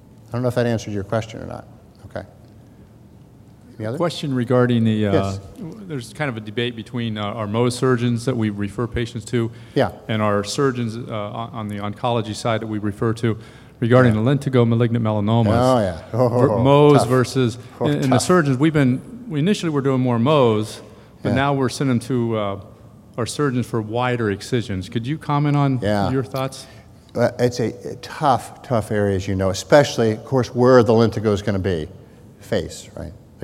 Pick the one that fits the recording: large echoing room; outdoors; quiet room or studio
large echoing room